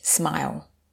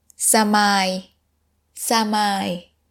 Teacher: So you might be thinking, why isn't it Smui? But the S letter and the M letter are what we call non-clusterable, which means you have to add a little ah sound in between · Shown in: second take · So in this case, you have to say 寒い.